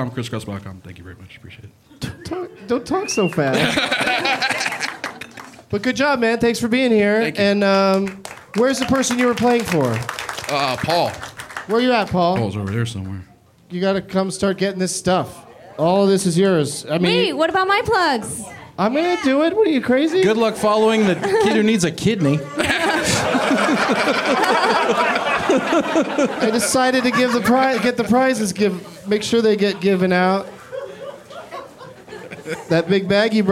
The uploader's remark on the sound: Live from The Improv in Orlando